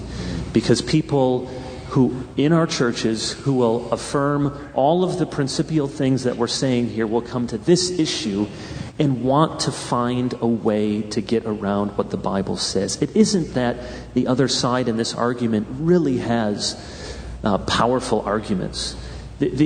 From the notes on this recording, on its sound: from the Shepherds' Conference - Inerrancy Summit